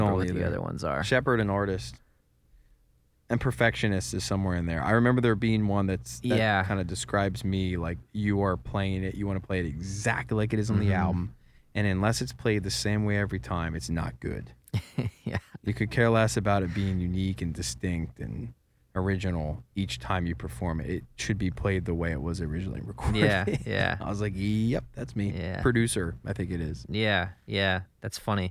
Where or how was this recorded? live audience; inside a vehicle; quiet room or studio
inside a vehicle